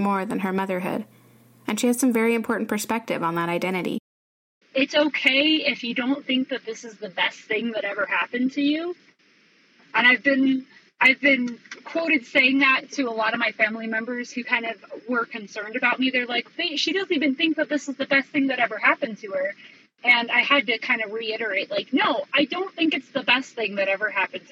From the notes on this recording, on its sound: This episode's audio is a bit rough